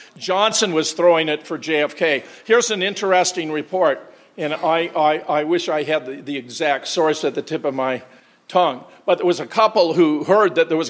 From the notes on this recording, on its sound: Keynote presentation at the JFK 50th Commemoration hosted by the Oswald Innocence Project. Questions and Answers.